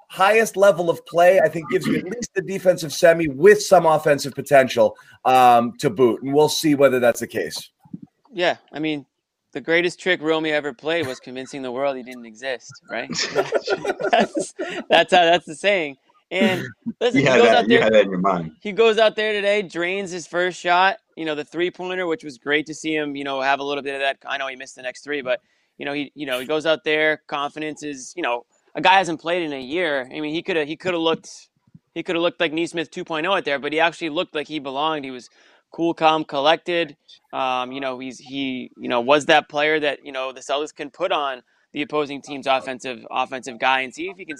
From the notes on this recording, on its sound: The Garden Report crew breaks down the Celtics and Hornets with a LIVE report from the TD Garden.